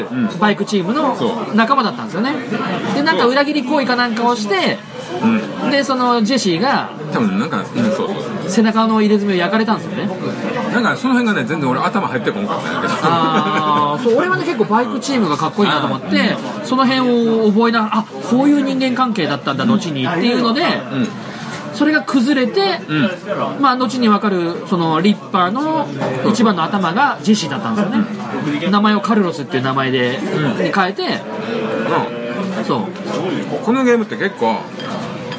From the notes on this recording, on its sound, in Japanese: 音声が居酒屋収録なので良くないですが。